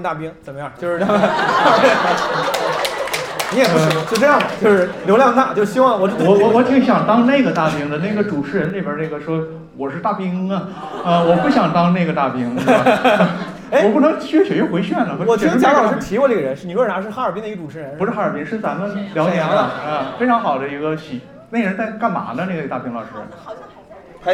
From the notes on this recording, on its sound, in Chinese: 这两期是同一次录制，因为音频时长过长，我们分成了上下两期。在大风天喜剧的剧场录制。